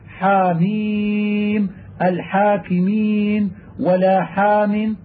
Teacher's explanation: وجب على القارئ أن يلفظ بها غير مفخمة كما يلفظ بها مقطعة في حكاية الحروف